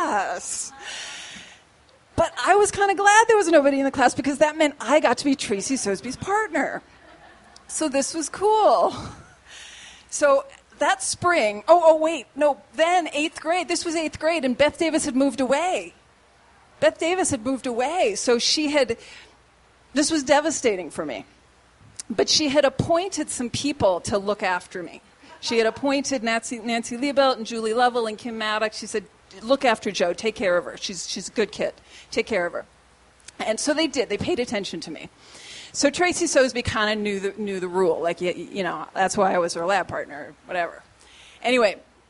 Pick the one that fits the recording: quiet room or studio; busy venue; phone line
busy venue